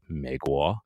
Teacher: A lot of times we want to do that third tone where we kind of start high, Mei. But when you want to do the third tone into the second tone, you don't even start high. You start low. It's like Meiguo. · Term: third, second tone